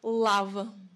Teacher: un autre L, celui qui est prononcé juste derrière les dents, mettant la langue juste derrière les dents